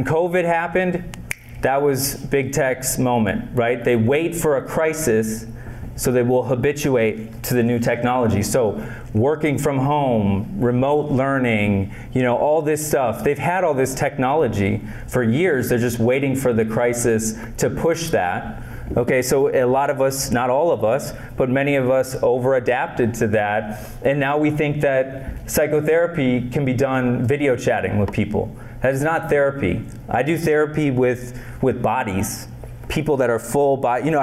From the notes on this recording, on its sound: Lecturing at Minnesota State University, Mankato on October 25th, 2022, for an annual mental health conference.